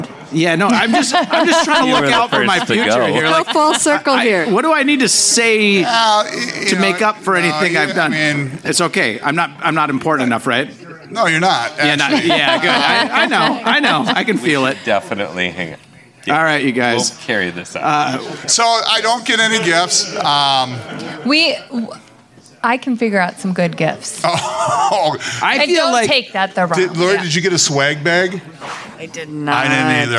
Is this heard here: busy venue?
yes